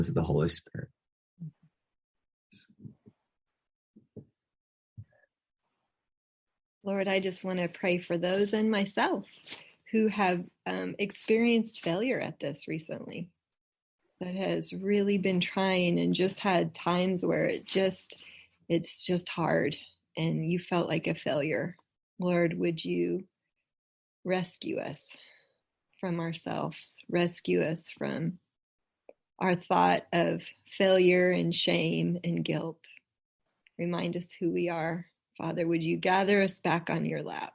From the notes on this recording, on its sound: Believers Church’s ZOOM Q&A.